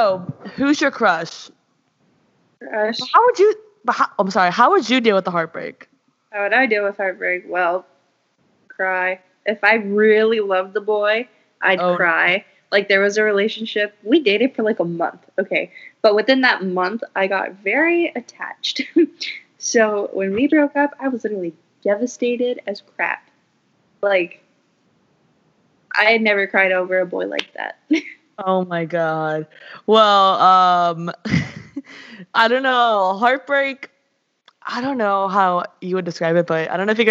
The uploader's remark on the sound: The audio in this and the next episode aren't the best.